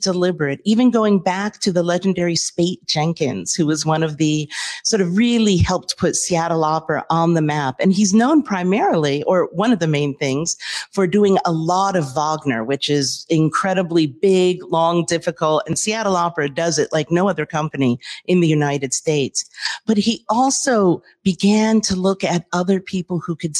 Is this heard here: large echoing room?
no